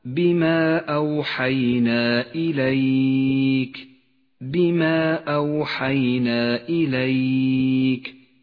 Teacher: مدان منفصلان جاءت فيهما الألف وبعدها الهمزة كل في كلمة، وهو مد جائز اخترنا قصره على 2 حركات، ميز بالبرتقالي إشارة إلى زمن وموقع المد. · Term: المد المنفصل